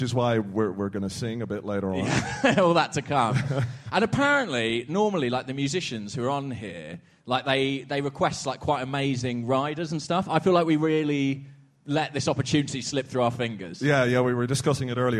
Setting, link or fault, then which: setting, live audience